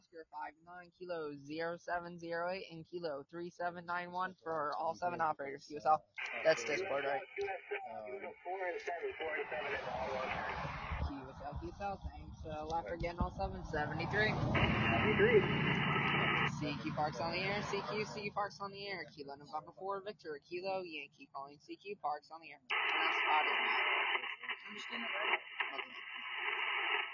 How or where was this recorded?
outdoors